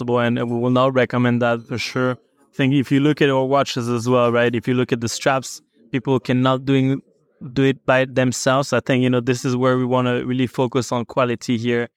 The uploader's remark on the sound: Live At Geneva Watch Days